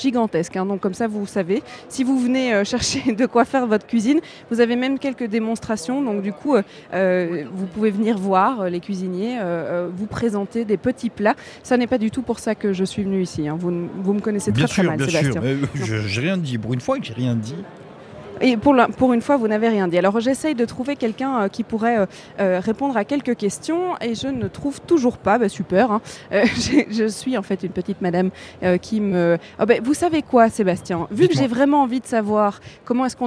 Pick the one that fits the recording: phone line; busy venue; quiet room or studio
busy venue